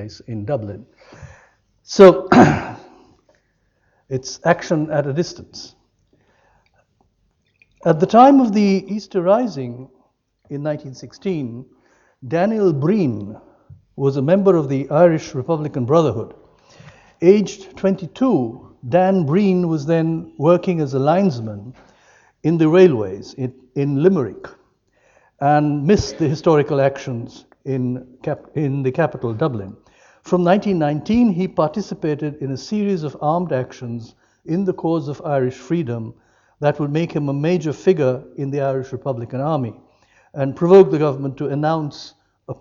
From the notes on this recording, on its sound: Lecture as part of UCD's 1916 as a Global Event series of lectures.